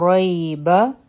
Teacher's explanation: را غټ حرف دی ځکه چې په دې باندې فتحه ده او په یا سکون دی، دا حروف لین دی، نرم به وایو او بابا یو حرکا وایو.